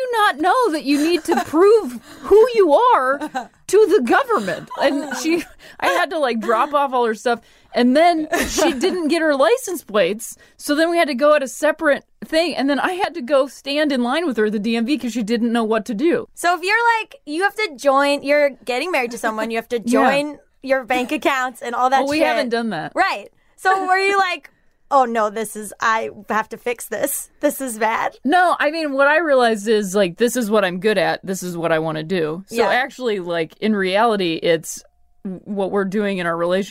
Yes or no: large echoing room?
no